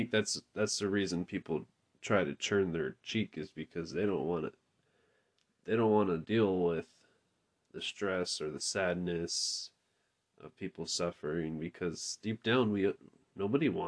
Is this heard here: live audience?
no